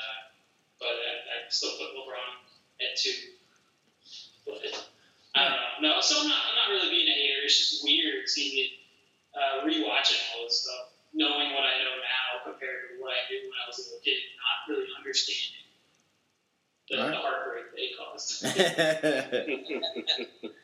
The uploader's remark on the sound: We gathered up some of our favorite regulars and chopped it up on zoom.